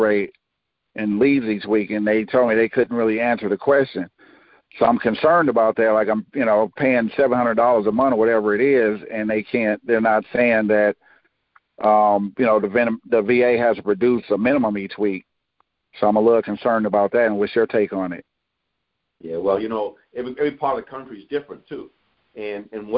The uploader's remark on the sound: Gold Club Q&A Call